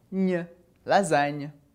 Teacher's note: Então a gente não fala gn, a gente fala nha. Parecido com o nosso NH. · Term: som nha